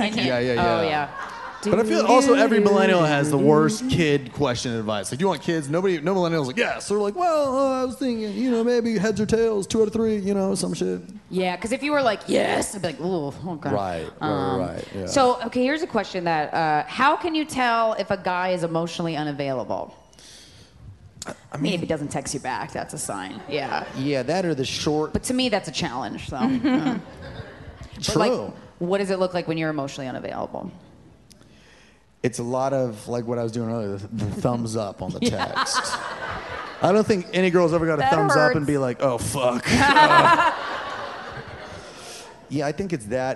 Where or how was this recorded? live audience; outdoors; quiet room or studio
live audience